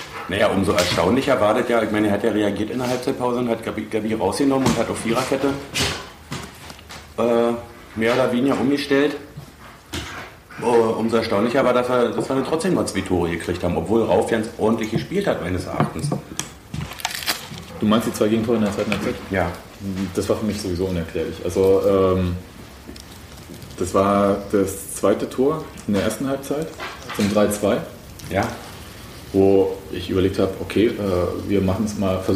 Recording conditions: background noise